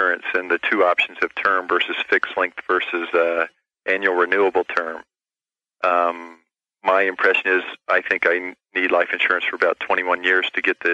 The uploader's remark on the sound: call-in show